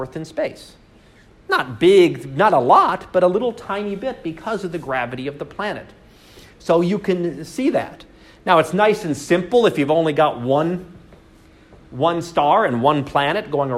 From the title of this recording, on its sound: Live Class Lecture